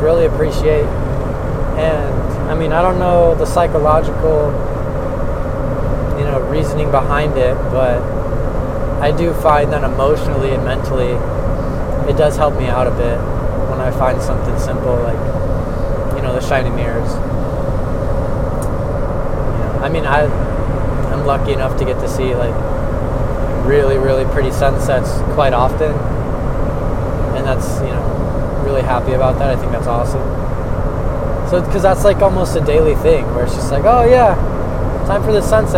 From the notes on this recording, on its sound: I recorded as I drove home from work